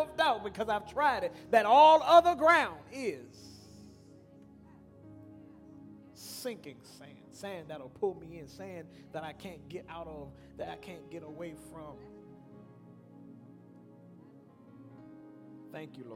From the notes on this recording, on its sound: Broadcast Ministry of First Antioch Baptist Church